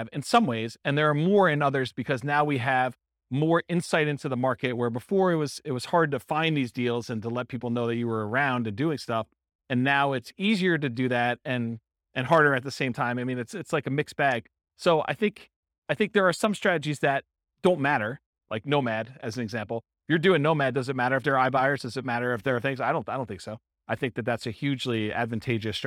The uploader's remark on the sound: This was a live class recorded